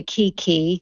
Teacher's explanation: whereas when you say kiki, the mouth is not making round shapes